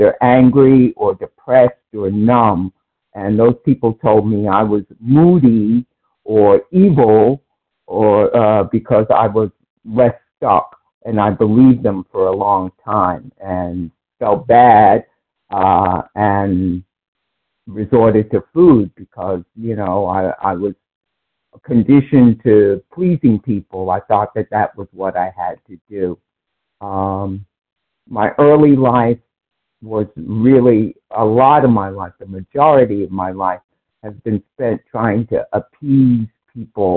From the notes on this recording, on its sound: from the 100 Pounders Phone Meeting, 1/5/24